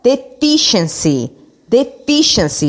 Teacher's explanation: a entonação forte é no fi